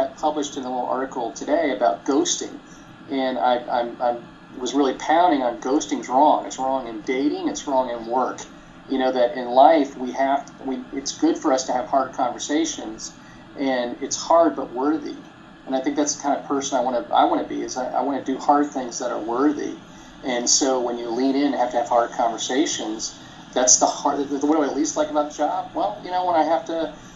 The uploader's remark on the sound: Let me just go ahead and apologize now for the bad audio quality! I forgot to turn the ac off before recording and didn't think it would turn out this bad.